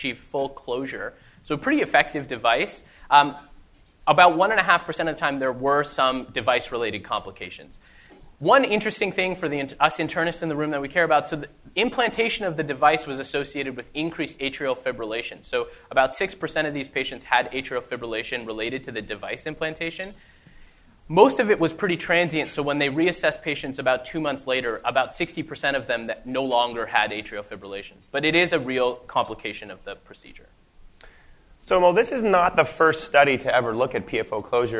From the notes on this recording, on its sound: the first part of the live recording